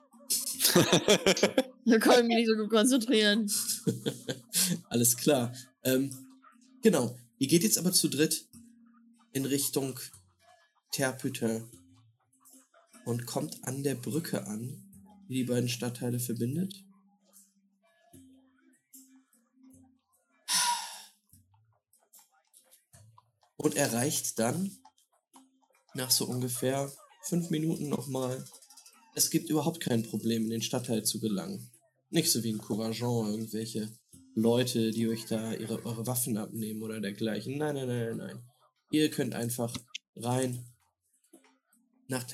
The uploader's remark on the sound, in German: Mit leichten Audio-Issues.